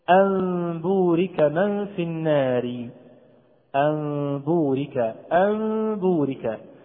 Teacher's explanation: أنا لا أضم الشفتين ضما كاملا، ولكن هناك انفراجة خفيفة، انفراجة خفيفة بين الشفتين · Term: الإخفاء